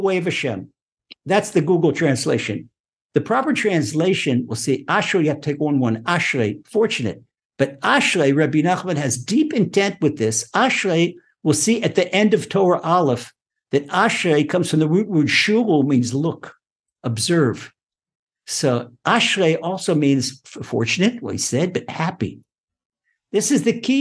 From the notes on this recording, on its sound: Recorded online presentation. (Ashdod, Israel) by TORCH Centre (Houston, Texas).